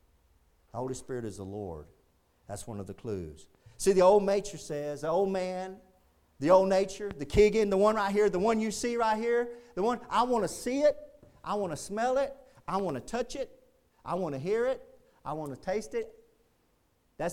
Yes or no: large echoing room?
yes